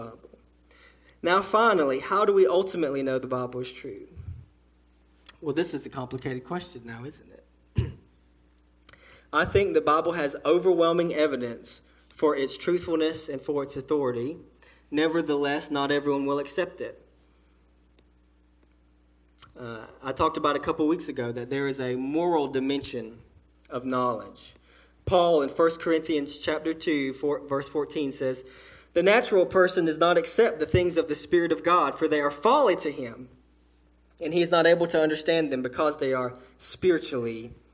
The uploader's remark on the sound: A sermon delivered to Cottondale Baptist Church in Eastman, GA on Sunday 1/14/18 during the 6:00pm service